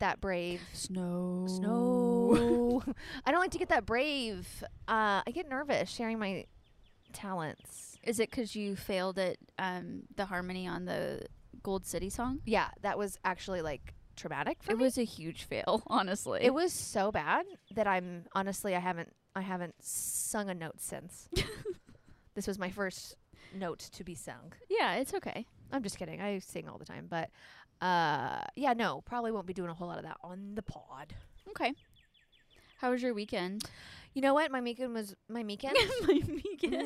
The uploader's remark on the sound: This week's episode is brought to you by the great outdoors! The gals switch it up and record on the patio.